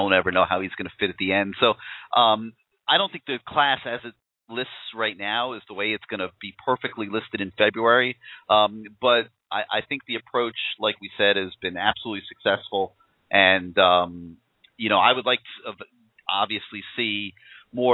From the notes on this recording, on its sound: call in show with CaneSport subscribers and Canes fans throughout the world